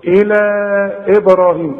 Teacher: قلقل الباء بتاعت ابراهيم